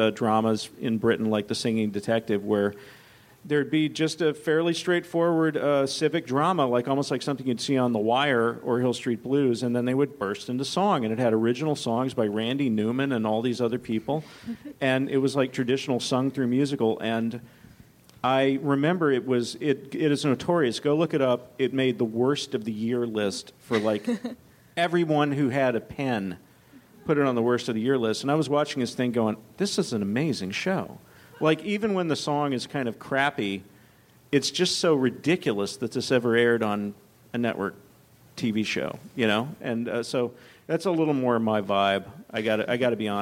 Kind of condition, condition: setting, live audience